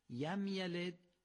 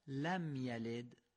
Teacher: باید دقت کنیم که این لام رو به یه تبدیل نکنن · Shown in: second take